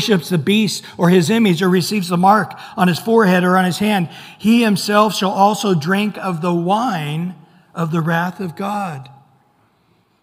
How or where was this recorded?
large echoing room